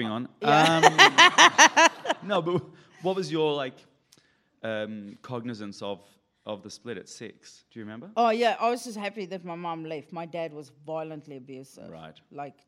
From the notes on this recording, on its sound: Recorded in front of a live studio audience at the Just for Laughs comedy festival in Montreal!